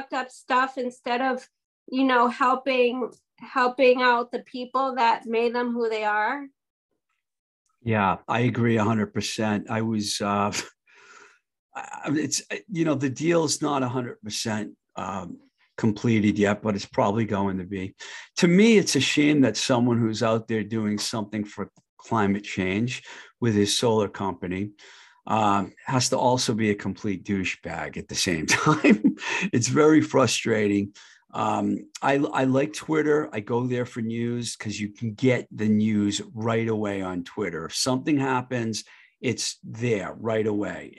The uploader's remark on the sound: Recorded on Zoom